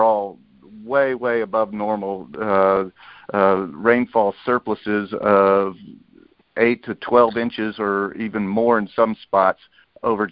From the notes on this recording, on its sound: Monthly Conference Call